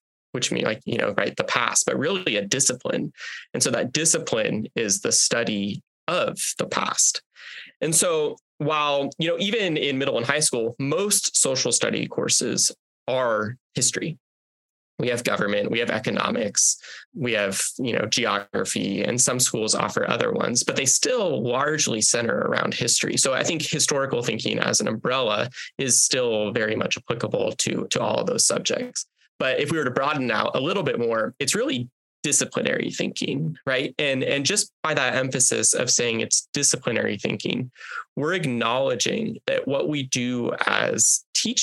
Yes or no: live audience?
no